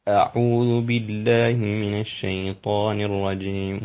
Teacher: الملاحظة الأولى التي ينبغي أن تنتبه لها والهمزة في الاستعاذة، أعوذ، الهمزة محققة، أعوذ بالله من الشيطان الرجيم، والهمزة تخرج من أقصى الحلق من الجوف